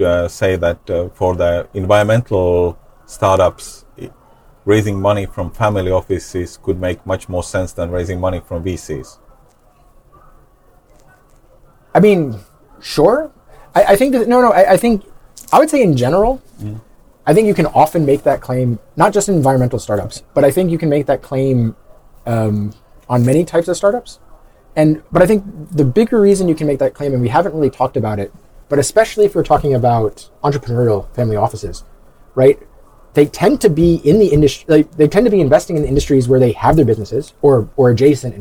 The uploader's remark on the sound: Recorded on the sidelines of the TechChill conference in Riga. Recorded on the sidelines of the TechChill conference in Riga.